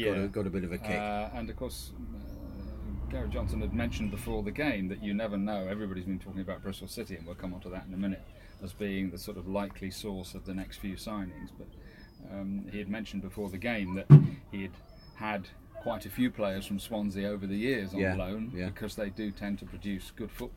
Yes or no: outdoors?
yes